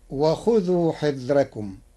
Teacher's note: قرأ ورش كلمة حذركم بترقيق الراء لوجود كسر قبلها غير منفصل عنها بحرف الاستعلاء فتصير وخذوا حذركم.